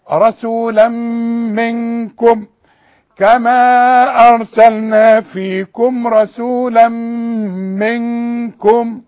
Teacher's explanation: التنوين اللي بعده ميم في عموم المصحف اسمه ادغام كامل بغنة